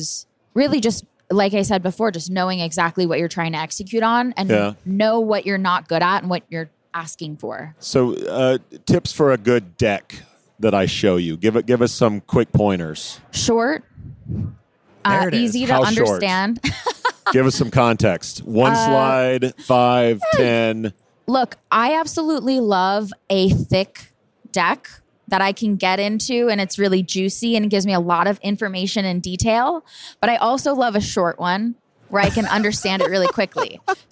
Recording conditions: busy venue